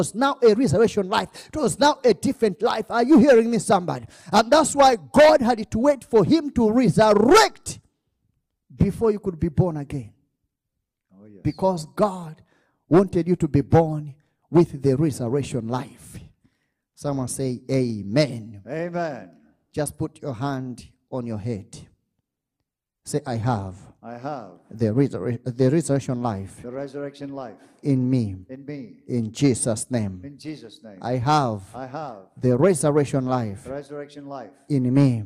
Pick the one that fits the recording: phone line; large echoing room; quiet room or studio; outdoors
large echoing room